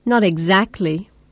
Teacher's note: The extra strong stress on the second syllable of exactly shows his sarcasm.